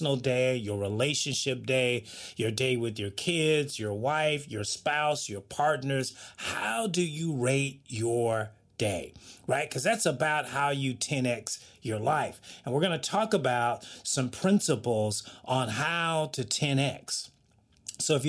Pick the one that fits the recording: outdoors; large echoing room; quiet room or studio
quiet room or studio